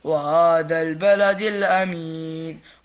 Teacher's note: الهاء في كلمة هذا فيها ترقيق